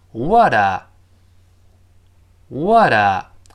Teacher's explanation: What 和 a 连读到一块儿，变成 what a whata，本来是 whata，我们多次说过，前后声带都震动，中间这个 t，轻辅音，自动地就被带成了浊辅音